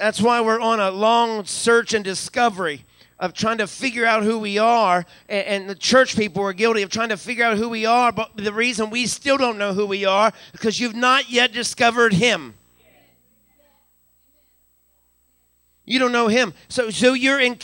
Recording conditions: large echoing room